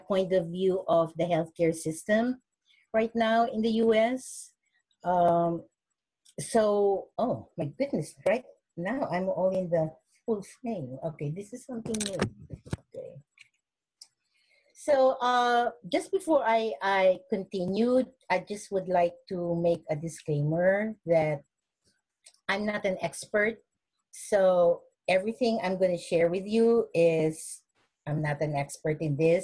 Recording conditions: video call